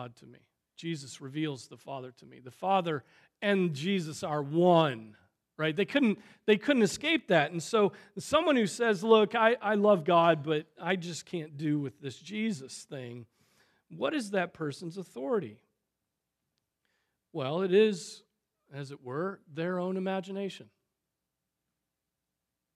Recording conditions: large echoing room